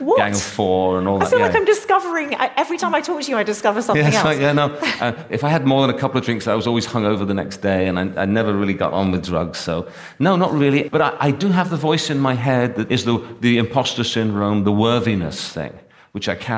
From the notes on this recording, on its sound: This episode was recorded in front of a live audience at an annual event hosted by Clearscore , the free credit score app.